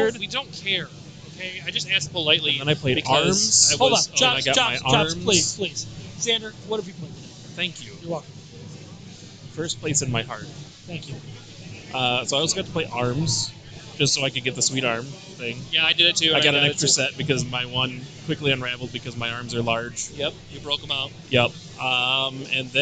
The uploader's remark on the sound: The Legend of Retro was at the Michigan Science Center for After Dark: Vintage Video Games 4. Recorded live at the Michigan Science Center After Dark: Vintage Video Games 4.